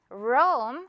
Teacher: 로마는 영어로는 Rome 이렇게 발음이 돼요. 로메가 아니라 Rome 한 번에 발음해주면 돼요